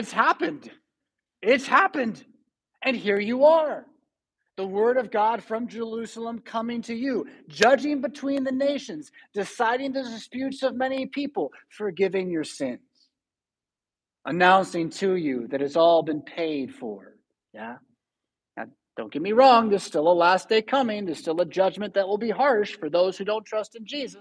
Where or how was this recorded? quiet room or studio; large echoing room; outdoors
large echoing room